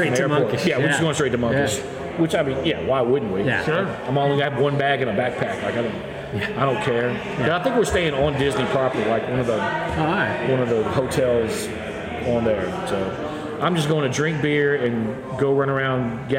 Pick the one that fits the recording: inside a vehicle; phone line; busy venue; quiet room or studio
busy venue